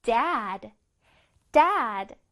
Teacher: A는 길게, 그 다음에 끝에 D는 짧게 d 소리를 내줄 거예요.